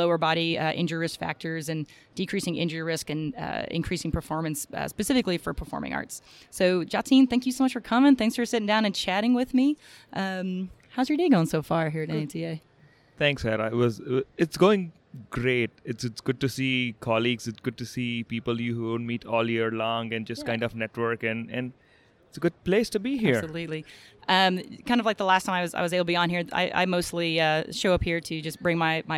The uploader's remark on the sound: live in the expo hall in Las Vegas during the 2019 NATA Convention